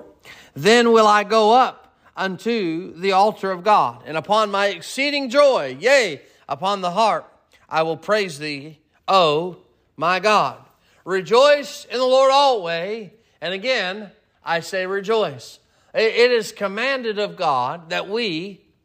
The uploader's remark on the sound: Sermon preached at Mid County Baptist Church